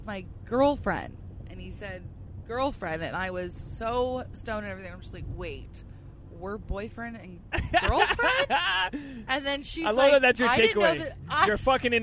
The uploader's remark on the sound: This episode is our first 'CarCast'.